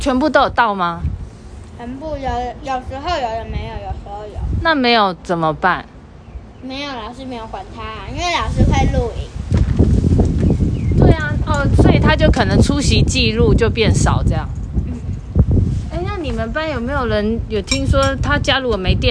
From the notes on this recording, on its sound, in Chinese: 本集頂樓風大收音。來到樓頂偽野餐。